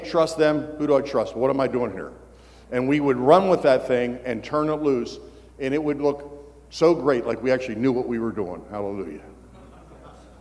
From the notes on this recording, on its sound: Every February, pastors and leaders from around the country gather together at our leadership conference. One of the recordings from our 2023 Leadership Conference.